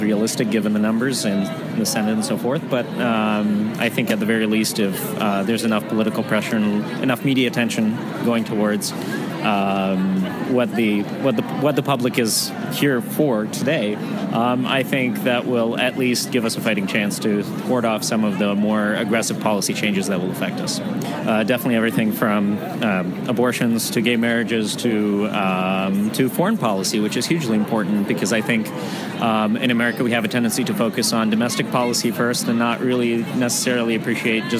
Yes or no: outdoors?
yes